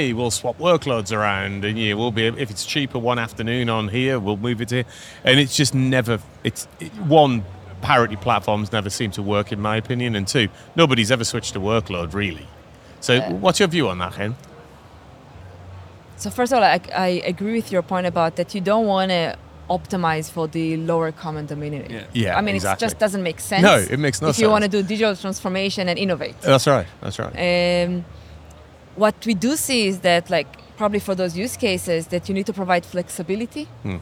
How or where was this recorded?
busy venue